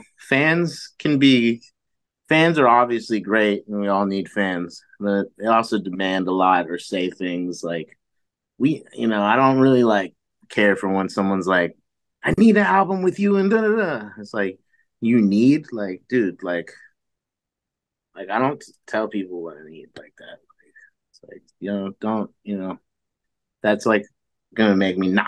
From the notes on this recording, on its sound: I sit down on zoom with one of the best producers in the game.